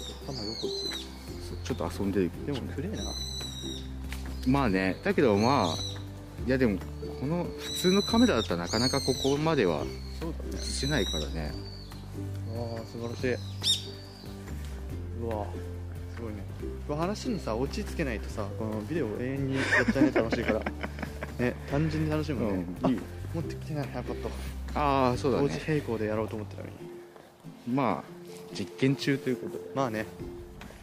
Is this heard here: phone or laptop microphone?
yes